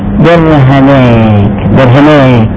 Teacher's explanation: عشان تميل الالف نحو الياء · Term: الإمالة